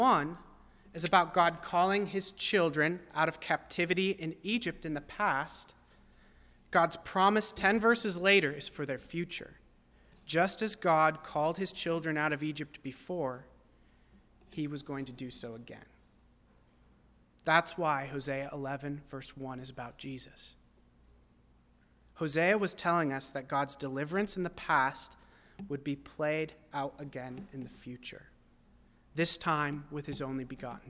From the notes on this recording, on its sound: at First Baptist Church in Delphi, Indiana.